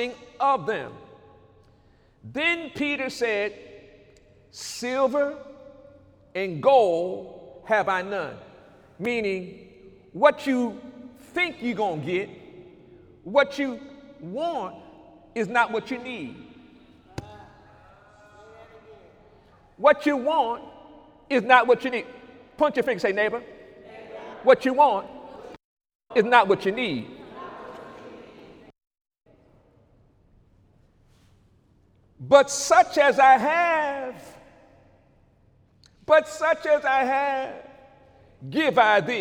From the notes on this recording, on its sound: During Sunday morning service on October 8, 2019